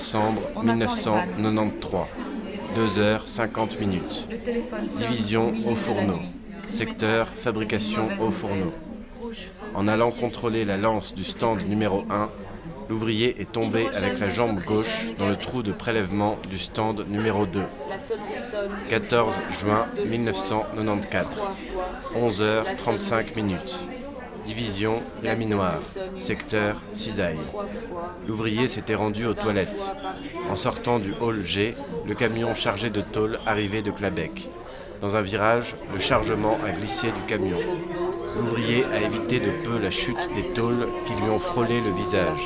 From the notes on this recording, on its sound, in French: Un enregistrement au café "Le Roy d'Espagne" un dimanche de février sur la Grand'Place de Bruxelles.